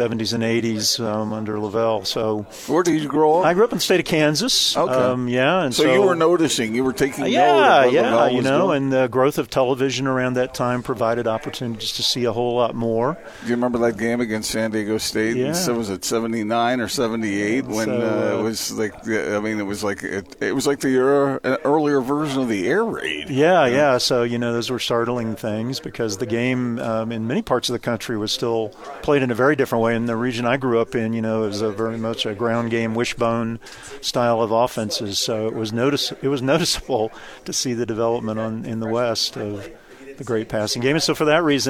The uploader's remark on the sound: joined the show at BYU Media Day